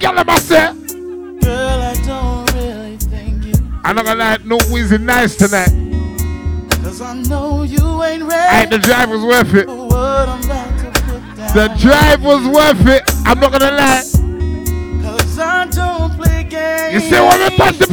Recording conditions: busy venue